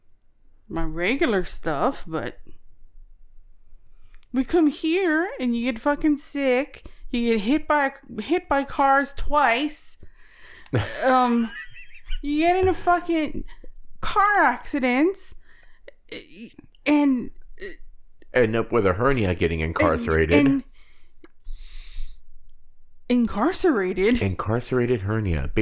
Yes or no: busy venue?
no